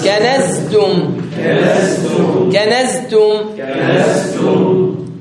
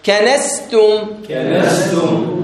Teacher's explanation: الزاي شبيهة مجهورة، أليس كذلك؟ والسين مهموسة